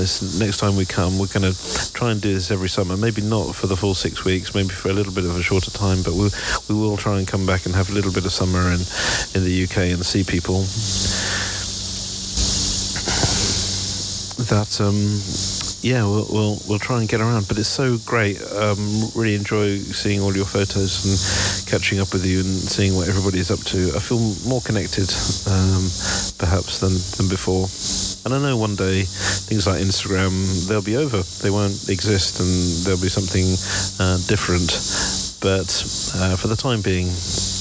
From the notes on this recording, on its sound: Here are a selection of short audio clips, often recorded on the move as I'm traveling.